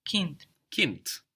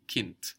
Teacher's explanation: Again, K-I-N-D, but we hear a T.